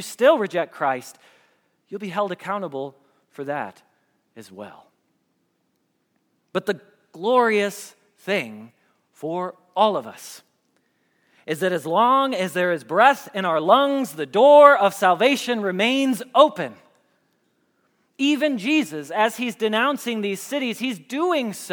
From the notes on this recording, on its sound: Message Preached at Valley Creek Church